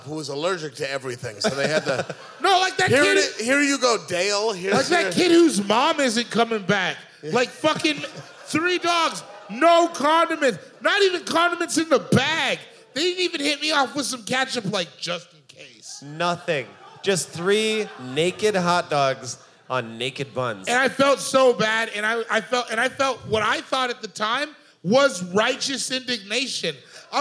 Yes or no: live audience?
yes